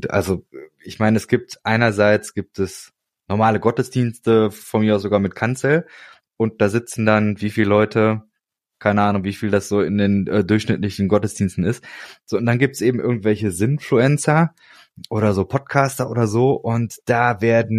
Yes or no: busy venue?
no